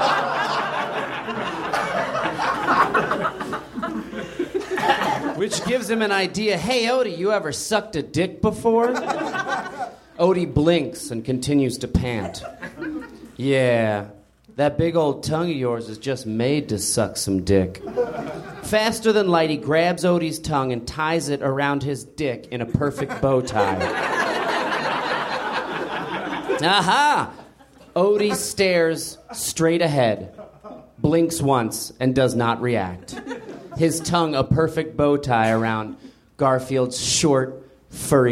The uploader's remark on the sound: Recorded at Nerdmelt Theater, June 18 2013.